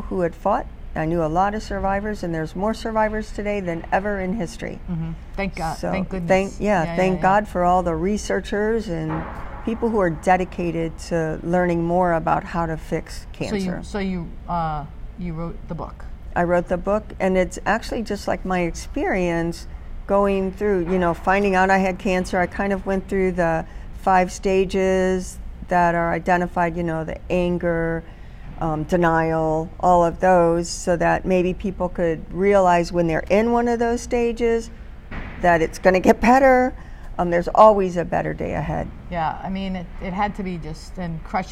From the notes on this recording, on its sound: Live from AdventHealth Center Ice.